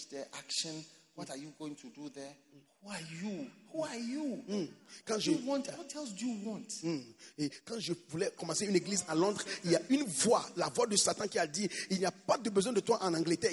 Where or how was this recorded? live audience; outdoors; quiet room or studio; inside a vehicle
live audience